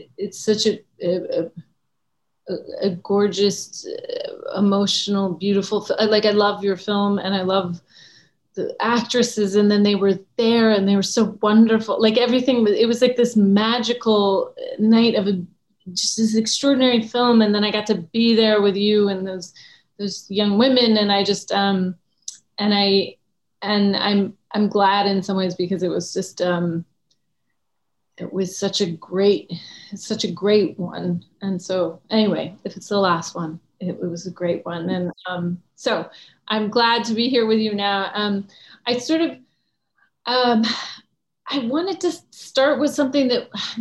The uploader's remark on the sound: virtual Q&A